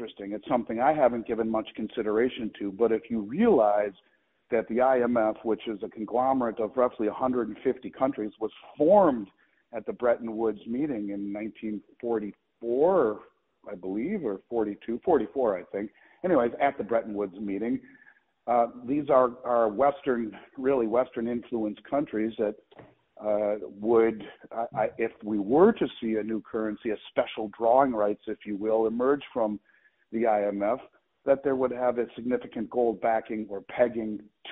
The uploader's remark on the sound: calls in from the Vancouver Resource Investment Conference